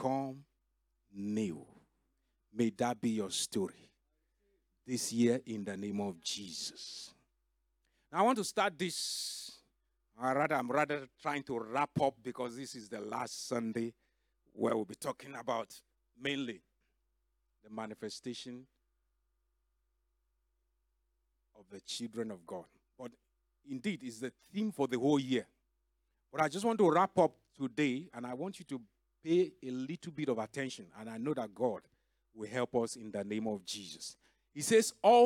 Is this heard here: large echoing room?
yes